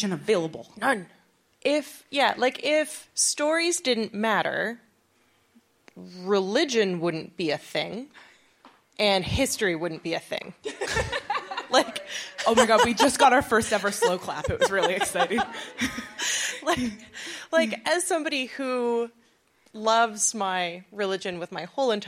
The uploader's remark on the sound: Live and Scholarly at the U of C